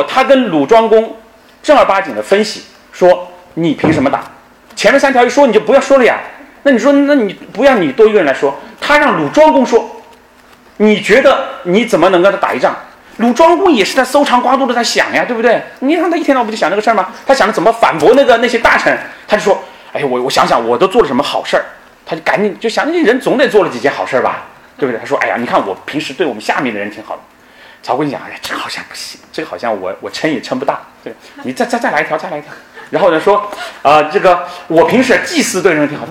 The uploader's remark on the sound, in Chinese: 本音频是由“复兴论坛”系列讲座录音整理而成